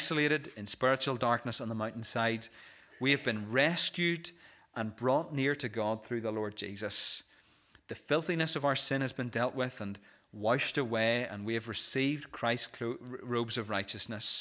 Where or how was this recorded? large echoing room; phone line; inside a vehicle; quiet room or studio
large echoing room